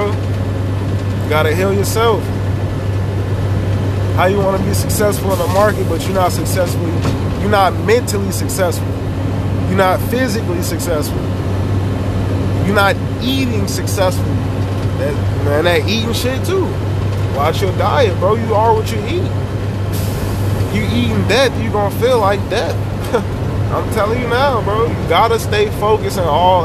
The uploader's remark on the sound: Sorry for the background noise no other episode will be in the work truck, louder than I thought.